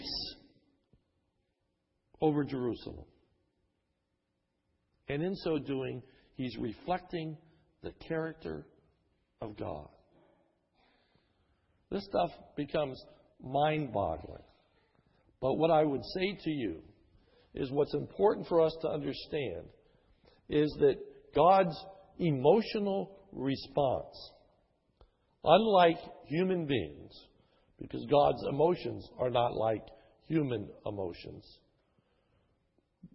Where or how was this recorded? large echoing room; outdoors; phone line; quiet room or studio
large echoing room